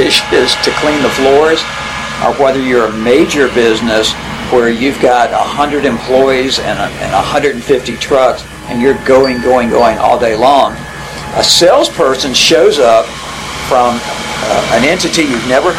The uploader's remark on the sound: Please pardon the golf course maintenance operations in the background, we did our best to minimize the sound!